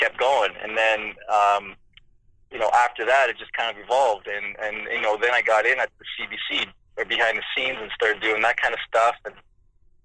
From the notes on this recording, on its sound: on the phone (09:05)